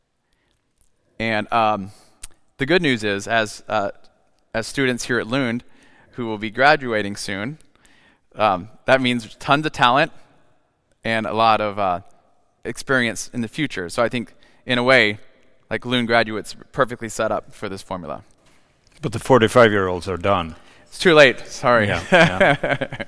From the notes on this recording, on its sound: The evening was held at the Lund Main University Building and ended with a Q&A with the audience.